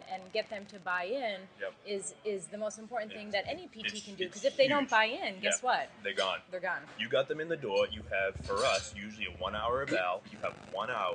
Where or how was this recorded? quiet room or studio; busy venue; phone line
busy venue